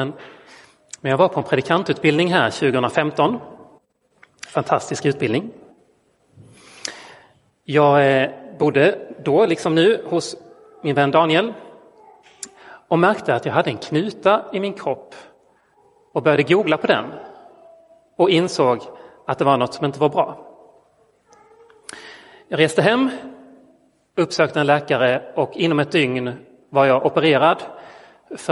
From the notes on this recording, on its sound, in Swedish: Inspelad i Roseniuskyrkan den 16 oktober 2022.